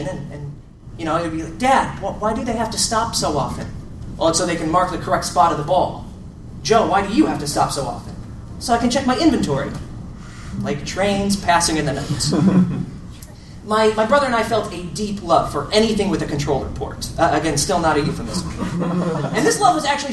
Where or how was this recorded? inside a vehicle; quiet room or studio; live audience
live audience